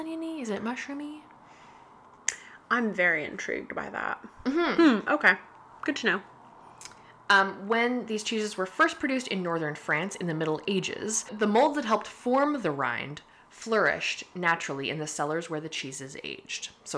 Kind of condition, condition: fault, background noise